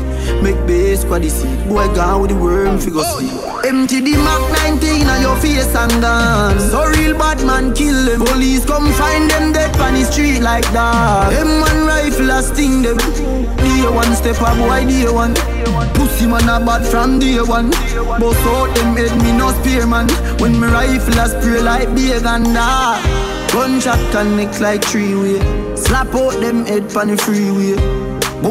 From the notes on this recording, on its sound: Live Audio from our set at Dancinar #5. Live Set.